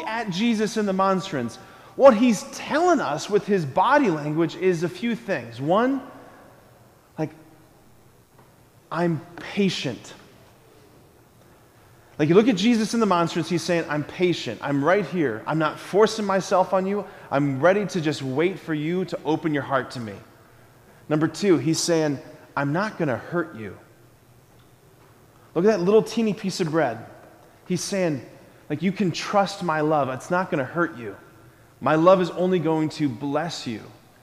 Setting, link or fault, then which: setting, large echoing room